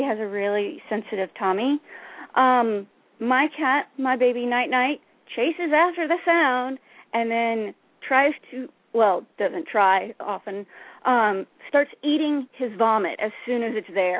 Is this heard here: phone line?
yes